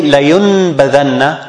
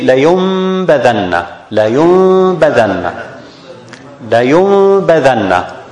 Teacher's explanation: So what we did is we changed the noon to meme. And we applied the gunnah. · Shown in: second take